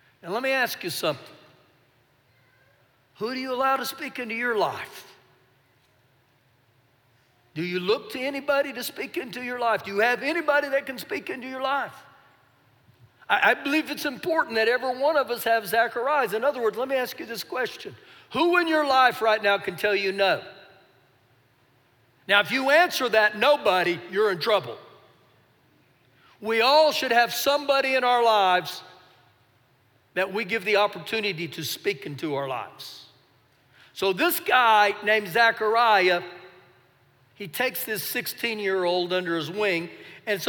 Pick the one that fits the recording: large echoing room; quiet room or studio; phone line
large echoing room